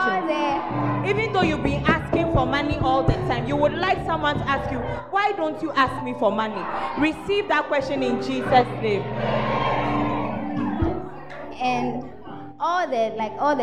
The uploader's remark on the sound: The Proton Convention Day 3 at The Fountain of Life Cathedral, Ayeduase - Kumasi